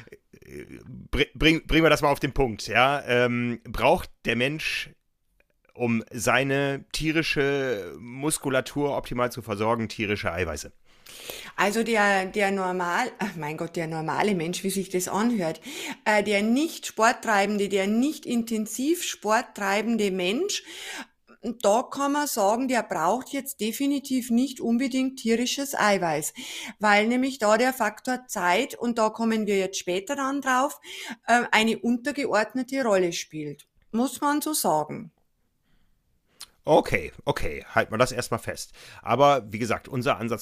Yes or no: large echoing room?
no